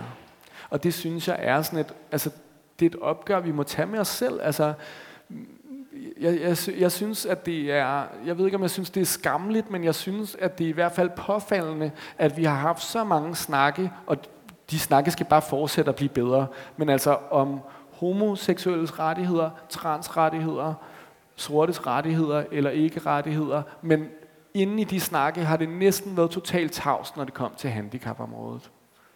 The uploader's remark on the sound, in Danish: publikumsarrangementet Månedens Forfatter på Københavns Hovedbibliotek